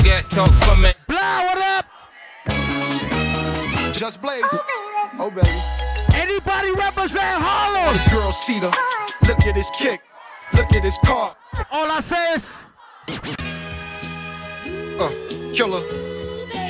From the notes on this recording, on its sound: HD Live At #rumpunchbrunch 3.11.17.